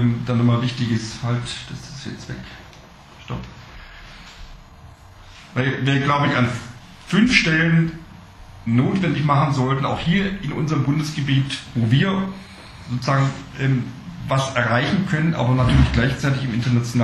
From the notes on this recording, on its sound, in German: Aus technischen Gründen ist die Qualität der Aufnahme leider nicht optimal.